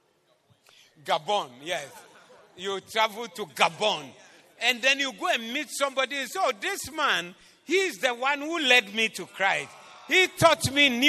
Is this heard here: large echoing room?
yes